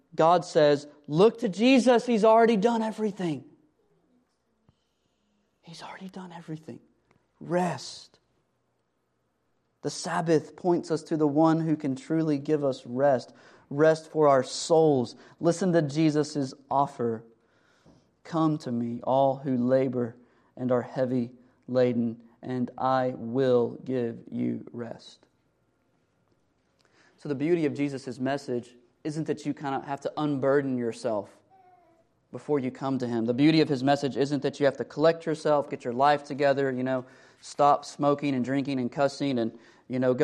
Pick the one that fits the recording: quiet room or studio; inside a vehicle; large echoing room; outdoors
large echoing room